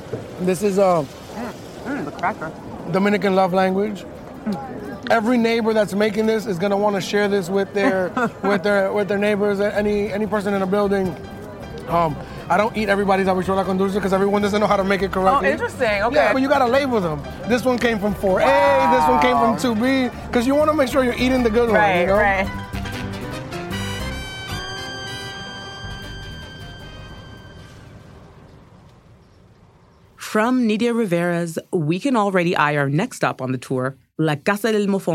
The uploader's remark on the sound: Takes the A-line up to Washington Heights, a loud, vibrant Dominican neighborhood in New York City. For a walking tour of his hometown. A local shortcut to avoid walking some of the steepest hills in all of Manhattan. Nicholas Ave., a bustling thoroughfare at the heart of Washington Heights.